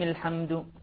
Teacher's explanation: هتكون همزة وصل، ليست همزة قطع، همزة وصل. الألف واللام نعم قمرية، لأنه أتى بعدها حرف الحاء